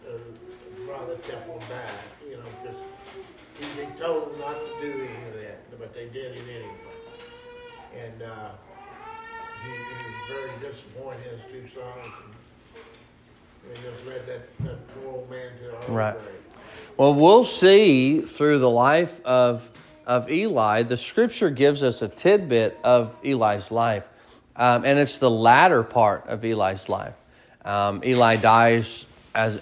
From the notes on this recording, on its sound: Sermon preached at Mid County Baptist Church